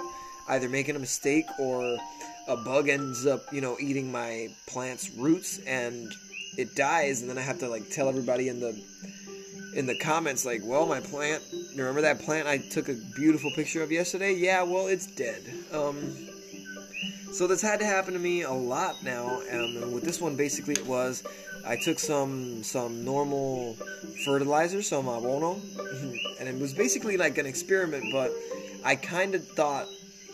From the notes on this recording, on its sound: Testing my brothers phone microphone. My little brother recently got a new phone and I took it downloaded the anchor app on it and I tested out the audio sounds pretty good.